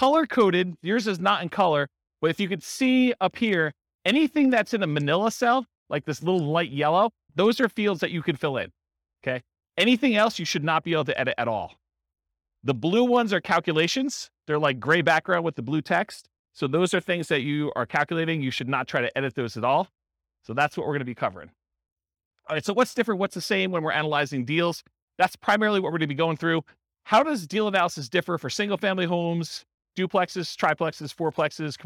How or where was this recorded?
live audience